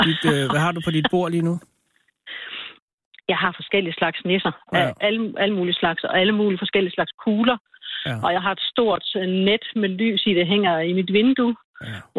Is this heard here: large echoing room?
no